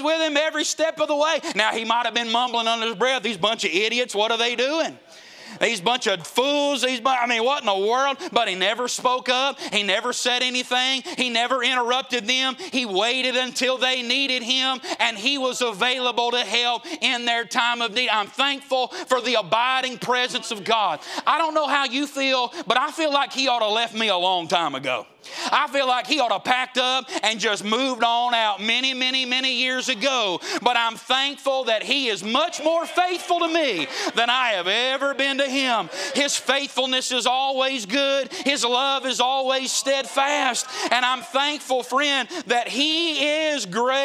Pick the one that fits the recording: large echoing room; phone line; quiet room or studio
large echoing room